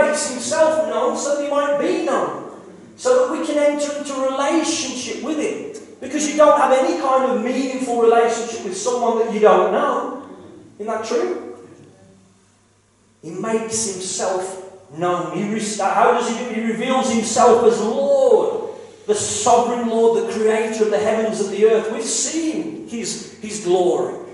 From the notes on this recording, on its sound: KCC's morning service. Please note that this is a live recording and at times the audio quality may suffer due to external circumstances.